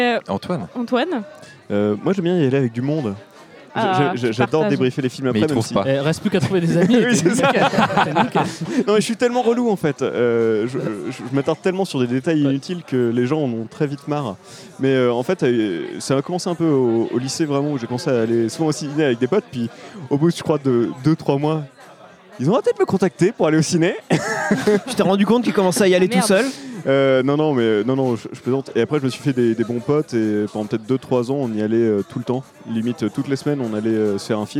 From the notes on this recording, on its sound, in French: Merci également au Boudin bar de nous avoir permis d'enregistrer notre premier épisode au-delà du périph ! Merci également au Boudin bar de nous avoir permis d'enregistrer notre premier épisode au-delà du périph !